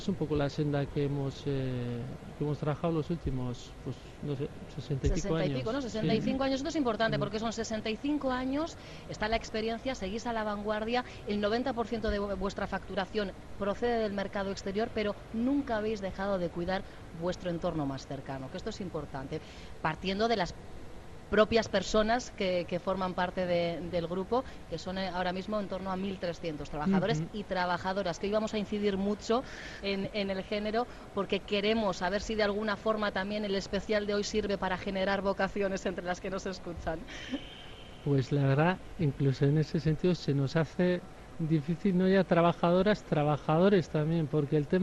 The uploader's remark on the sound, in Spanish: Hoy ha abierto sus puertas en el BEC de Barakaldo la XXX edición de la Bienal de Máquina Herramienta y Euskadi Hoy Magazine lo ha vivido en directo con la compañía de algunas de nuestras empresas allí presentes.